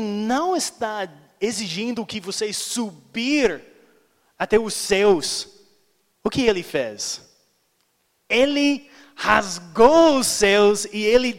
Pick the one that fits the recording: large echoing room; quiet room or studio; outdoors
large echoing room